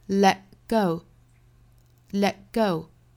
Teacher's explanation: Let 尾部的 t 失去爆破，只摆口型不爆破啊